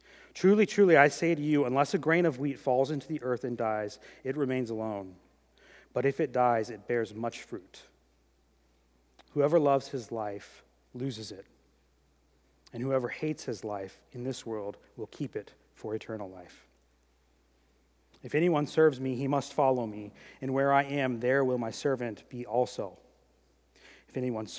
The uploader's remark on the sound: During the 2018 Good Friday service.